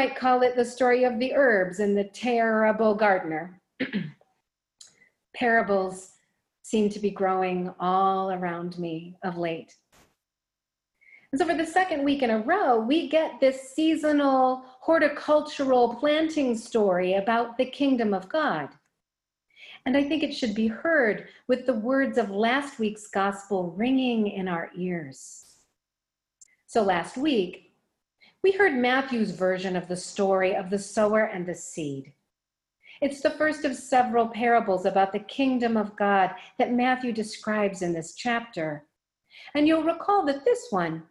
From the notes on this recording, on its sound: Recorded live in Zoom.us